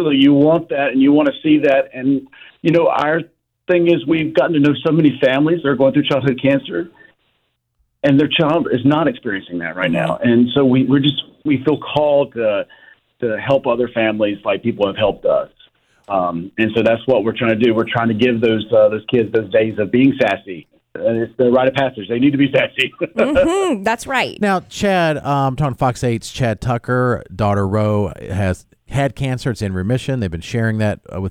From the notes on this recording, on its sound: On the phone.